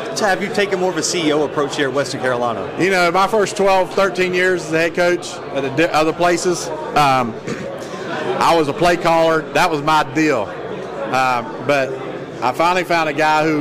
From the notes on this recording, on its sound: The Bluebloods are live from SoCon Media Day in Greenville, South Carolina.